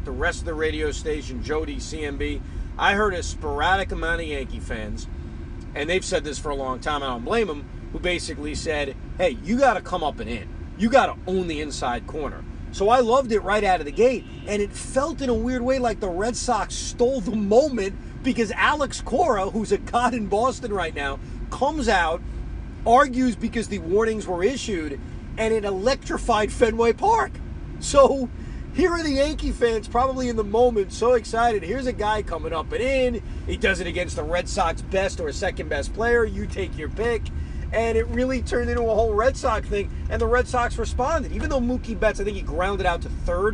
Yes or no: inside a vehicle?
yes